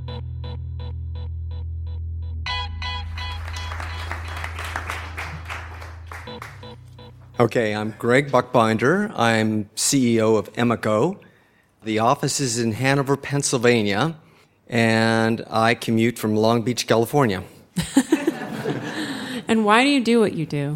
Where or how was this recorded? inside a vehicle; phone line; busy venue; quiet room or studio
busy venue